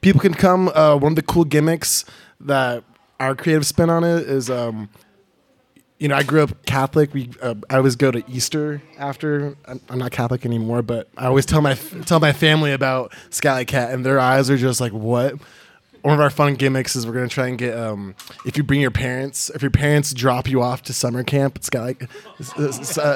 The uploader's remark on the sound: Recorded in front of a live audience at Black Rabbit Mead Company in Reno, Nevada. Features members of the very large winning team from last year's Scalley Cat (I think about 15 on stage).